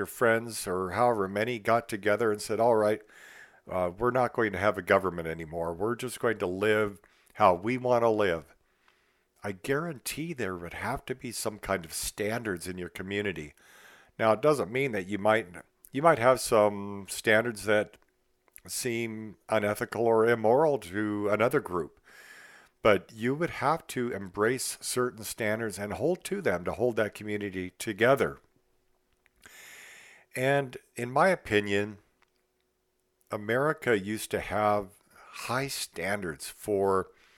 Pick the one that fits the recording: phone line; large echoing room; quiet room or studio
quiet room or studio